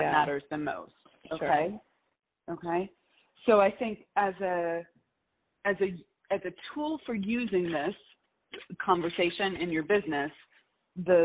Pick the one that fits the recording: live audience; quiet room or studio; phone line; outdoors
phone line